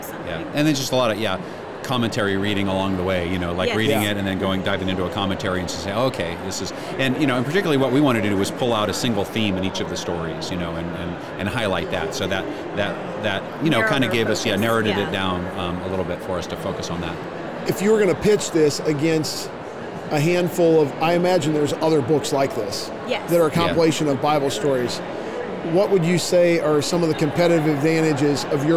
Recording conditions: busy venue